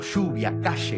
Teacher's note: Decíamos todo el tiempo lluvia, calle, para no olvidarnos de que hay que hablar con la ye. · Term: yeísmo